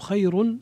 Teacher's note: لا يخفى على عليكم ولا على المستمع الكريم خلاف القراء فيه. أنما نملي لهم خير فيها ترقيق الراء لورش